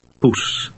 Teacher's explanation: The Dutch o sound resembles the double O in the English word fool, only it's shorter.